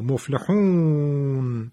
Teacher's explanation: نون ساکن می شود سبب مد واو مدی ما